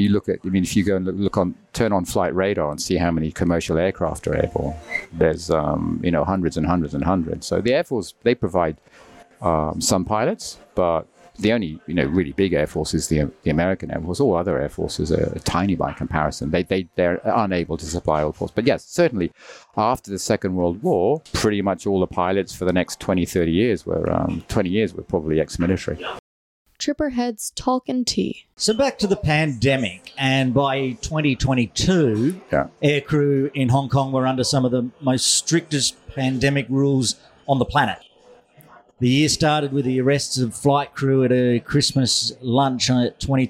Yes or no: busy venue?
yes